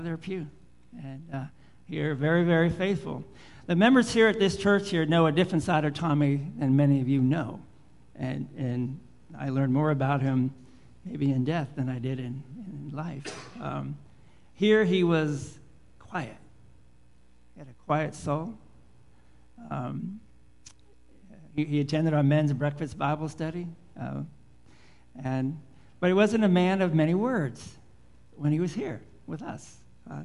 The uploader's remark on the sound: Live Worship Service